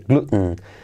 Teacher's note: Los nativos, en vez de decir gluten, que no pasaría nada, dicen así, que se comen la T.